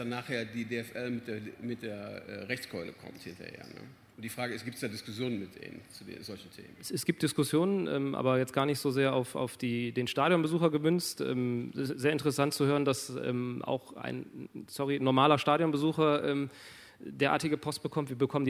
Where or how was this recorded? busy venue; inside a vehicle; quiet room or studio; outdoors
busy venue